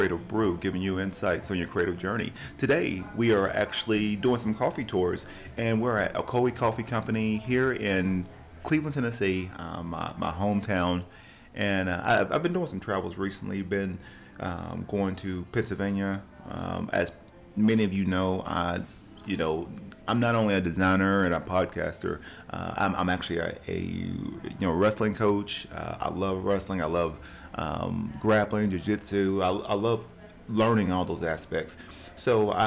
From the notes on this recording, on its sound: During my coffee tours, I recorded this episode at Ocoee Coffee Company, in Cleveland, TN.